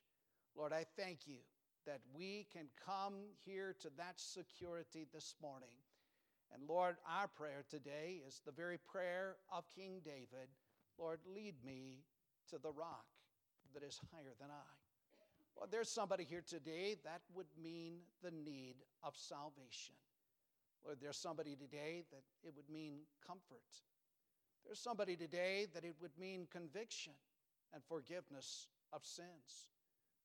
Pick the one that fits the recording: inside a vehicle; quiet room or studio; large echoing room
large echoing room